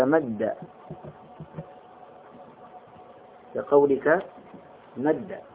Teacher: أدغمت الدال الأولى في الدال الثانية · Term: الإدغام